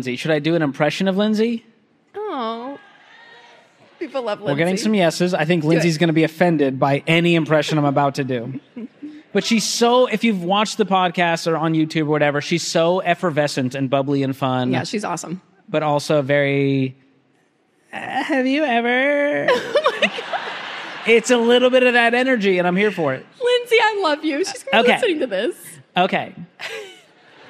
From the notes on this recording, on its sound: a LIVE audience